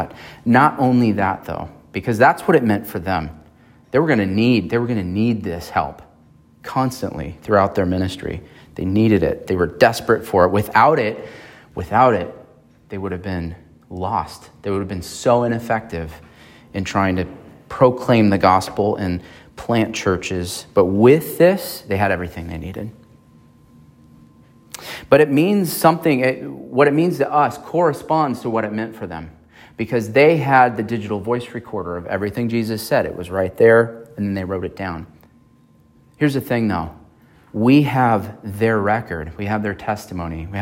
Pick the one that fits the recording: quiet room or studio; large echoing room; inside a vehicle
large echoing room